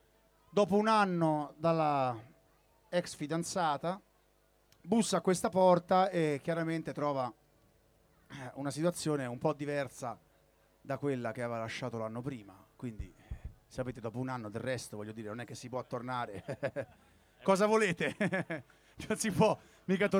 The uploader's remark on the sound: In diretta dal MONK CLUB di Roma.